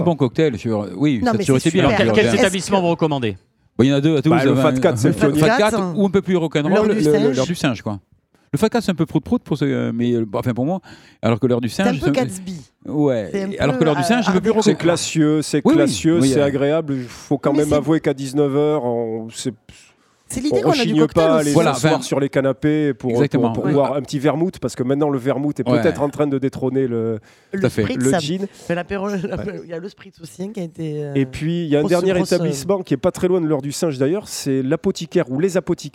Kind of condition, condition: setting, busy venue